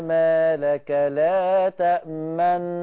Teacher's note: طيب لما انت اضغمت بقى دخلت النون المضمومة في النون المفتوحة · Term: إشارة الشفة